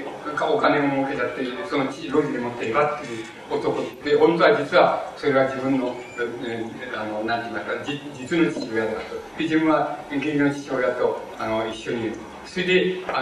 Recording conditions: background noise